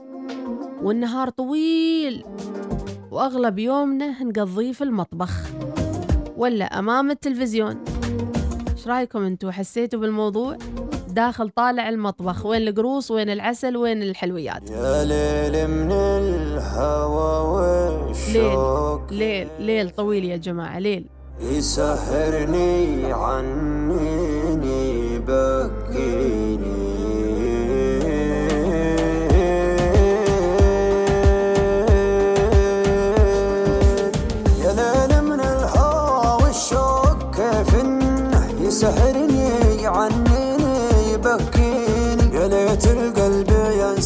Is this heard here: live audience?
no